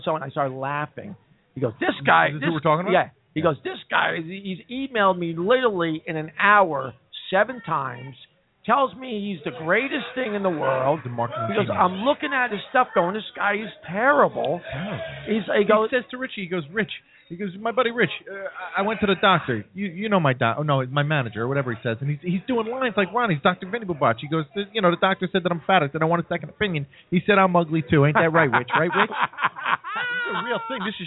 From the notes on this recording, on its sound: Tonight live from The Oak Barrel Pub in West Orange NJ.